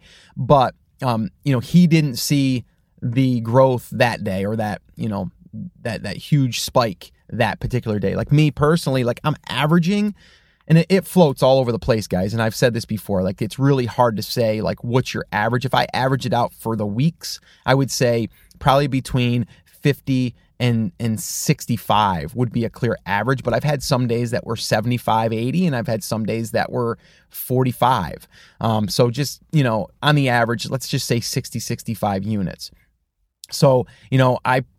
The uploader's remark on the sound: In the car today